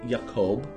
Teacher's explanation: The J in Danish is pronounced as a Y